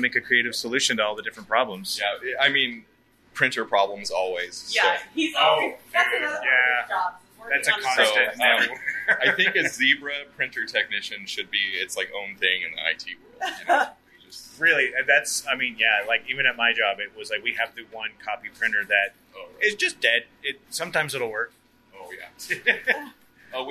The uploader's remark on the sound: GCP Road Trip. Live at Buddy Boy Farm.